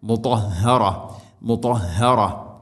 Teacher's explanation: ത ഉച്ചരിക്കുന്ന സമയത്ത് നാവിൻ്റെ മധ്യഭാഗം അണ്ണാക്കിലേക്ക് ചേർന്ന് നിൽക്കണം · Term: ഇത്ബാഖ്